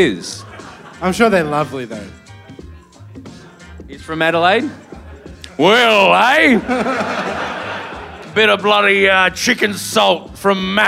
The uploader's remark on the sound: Live From The Rhino Room Adelaide